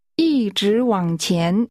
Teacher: The tones are high level, rising, falling rising, and rising.